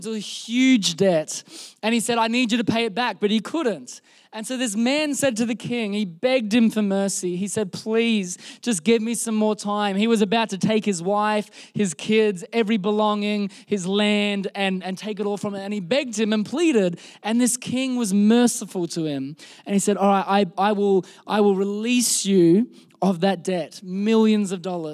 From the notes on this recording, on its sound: This was recorded in our Melbourne service on the 20th of November, 2022